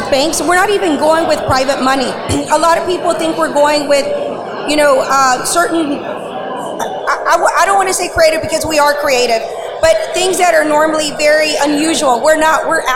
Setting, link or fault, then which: setting, busy venue